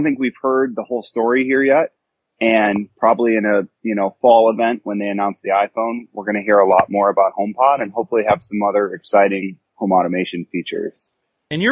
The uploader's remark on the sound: I caught up by phone. From WWDC.